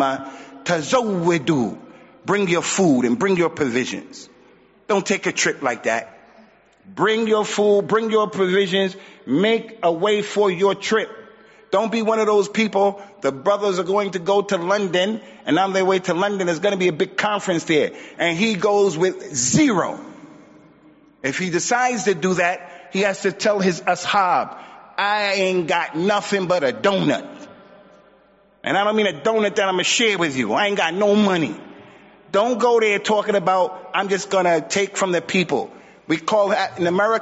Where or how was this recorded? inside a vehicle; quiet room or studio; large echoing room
large echoing room